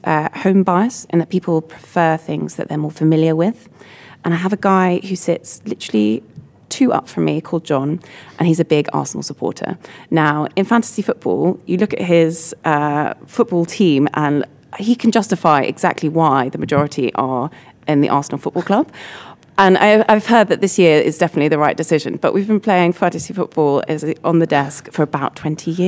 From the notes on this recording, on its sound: Recorded in partnership with CFA UK from their conference in London. We interviewed the five speakers from the event.